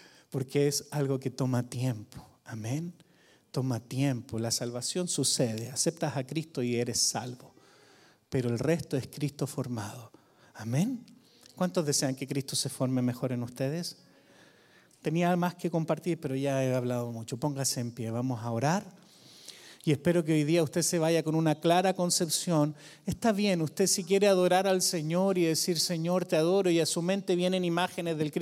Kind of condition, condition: setting, large echoing room